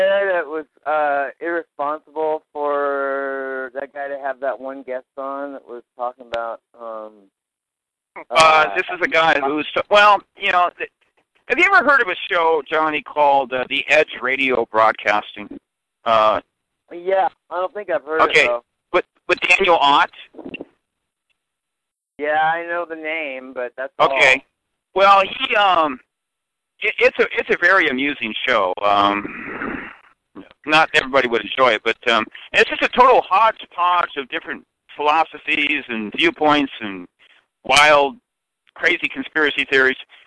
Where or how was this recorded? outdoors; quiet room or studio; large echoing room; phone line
phone line